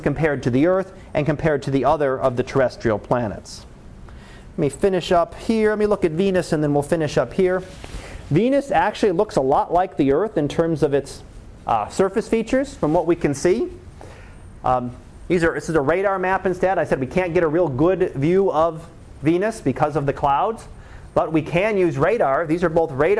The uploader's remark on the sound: Live Class Lecture